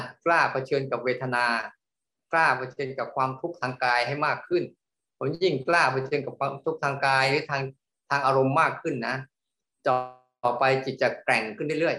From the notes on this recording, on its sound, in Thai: คอร์สออนไลน์ (ผ่านโปรแกรม Zoom).